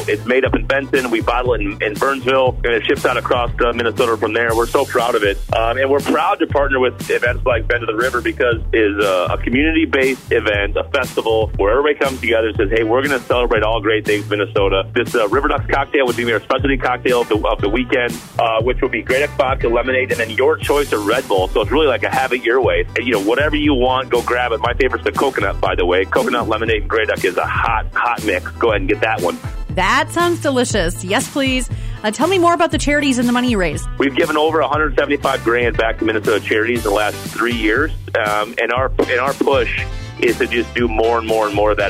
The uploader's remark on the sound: calls in to chat